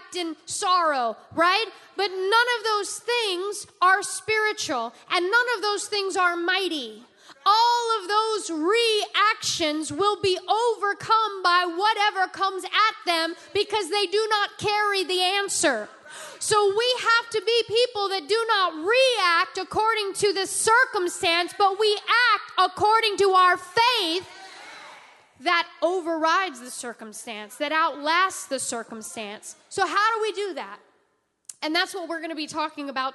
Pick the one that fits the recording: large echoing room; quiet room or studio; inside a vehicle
large echoing room